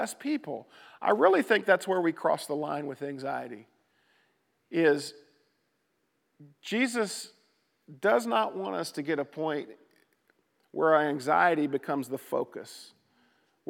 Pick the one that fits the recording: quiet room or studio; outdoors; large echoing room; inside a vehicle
large echoing room